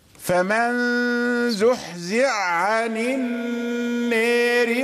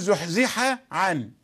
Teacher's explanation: انتهت الحاء تماما، فزحزع عن النير يعني أصبحت عينا مشددة · Shown in: first take · يعني الحاء لا تدغم في غير هذا الموضع، موضع الوحيد عند الإمام السوسي. · Term: الإدغام